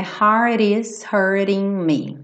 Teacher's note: a pegadinha dessa frase são os dois T's reduzidos para rarará